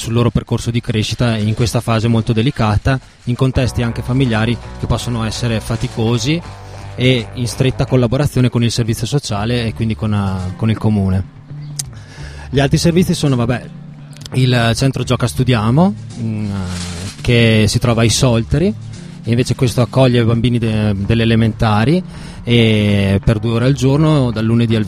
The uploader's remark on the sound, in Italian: In questa puntata speciale in esterna, in diretta da piazza Mostra in occasione dell'evento "Una vita da social", organizzato dalla polizia postale